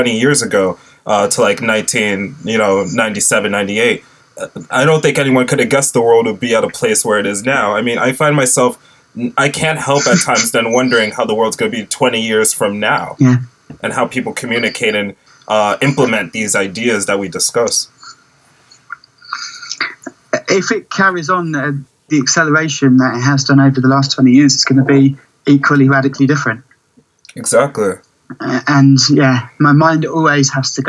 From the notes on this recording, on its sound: over Skype